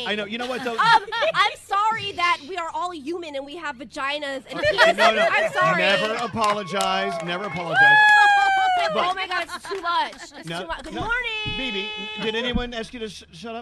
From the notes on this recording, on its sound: We are LIVE from the iconic Caribe Hilton in San Juan, Puerto Rico.